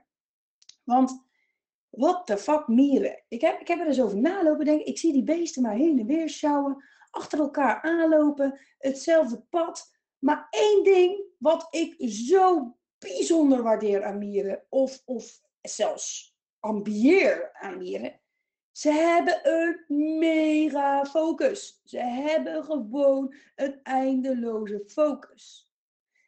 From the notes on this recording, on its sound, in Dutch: geluid van opname wordt nog aan gewerkt